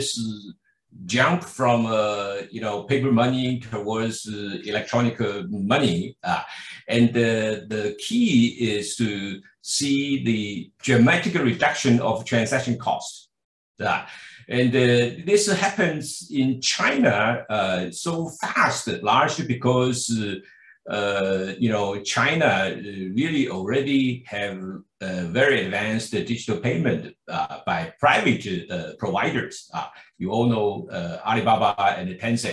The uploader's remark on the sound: This public talk was conducted online via Zoom on Tuesday, 7 June 2022, from 5.00 pm to 6.30 pm (SGT).